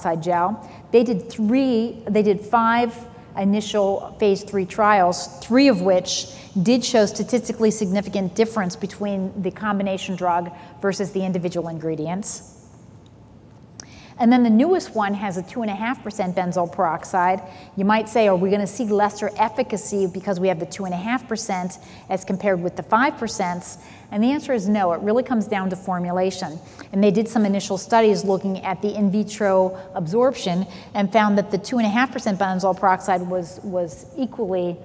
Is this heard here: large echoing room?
yes